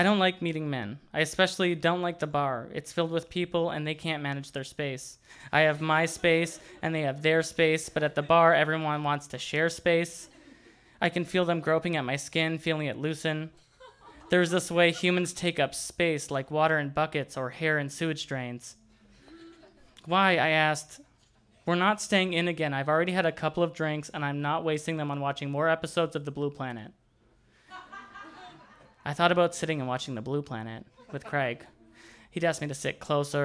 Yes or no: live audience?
yes